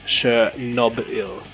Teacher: B belongs to the second syllable, not the third syllable, as a lot of people pronounce it.